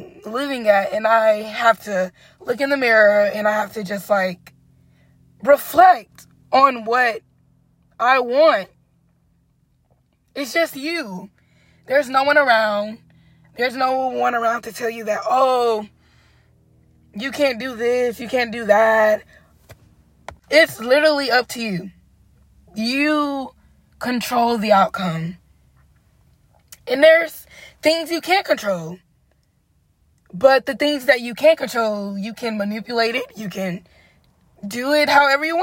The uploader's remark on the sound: I sat in my car at 1:00 am recording an episode